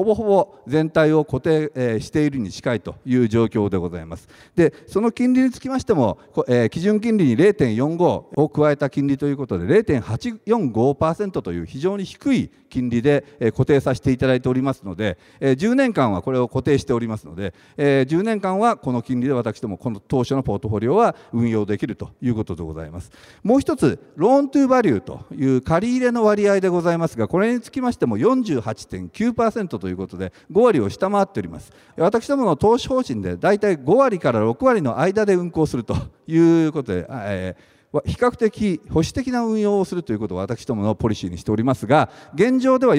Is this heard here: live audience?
yes